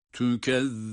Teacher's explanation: Yine burada da tükezzibun zel harfi peltek ve duruşumuz meddi arız ile.